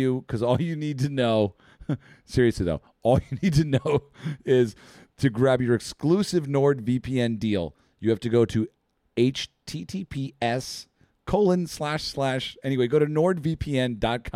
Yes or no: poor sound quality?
no